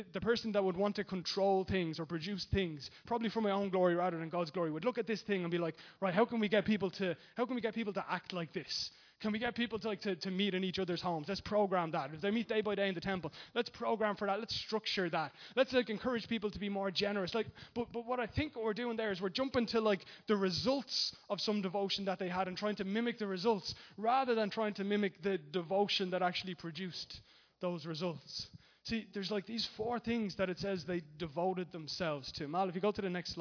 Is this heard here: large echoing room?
yes